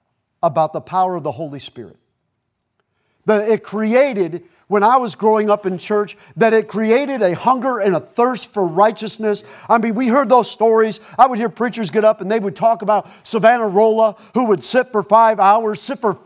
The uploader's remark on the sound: Preached at Gulf Coast Baptist Church in Ft. Walton Beach, FL.